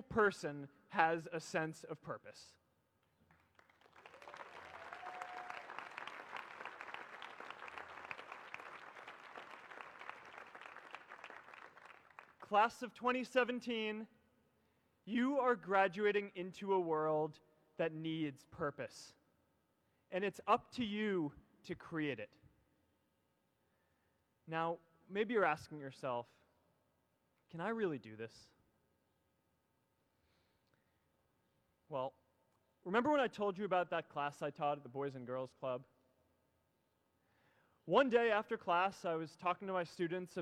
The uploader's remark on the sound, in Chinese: 在哈佛大学的演讲